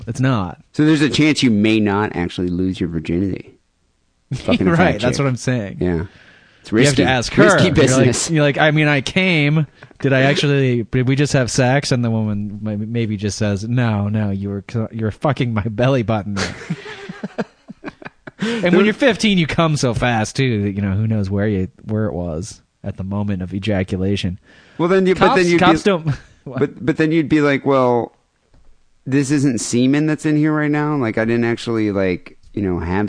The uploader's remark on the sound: Phone calls and listener email.